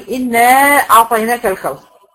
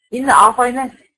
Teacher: يعني احنا في المنفصل بنقول إنا أعطيناك الكوثر، وبنمد أربعة. في قراءات تانية بتبقى بالقصر · Term: المد المنفصل